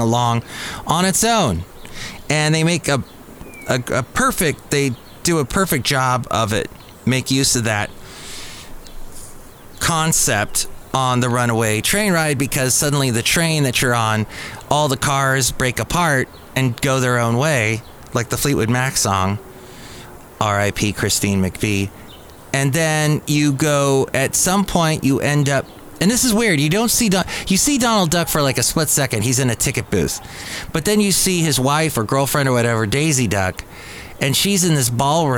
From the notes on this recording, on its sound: podcasts live from Cafe Anyway